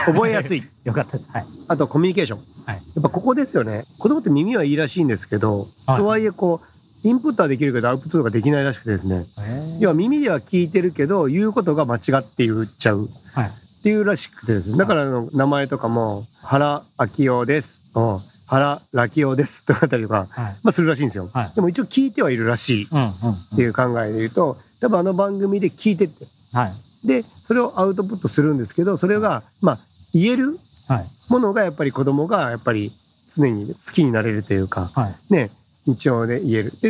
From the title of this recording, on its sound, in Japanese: 屋外収録編